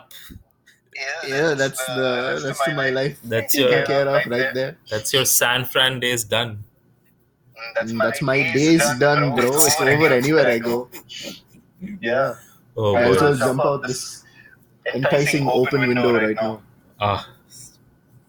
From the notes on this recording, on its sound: messed up the audio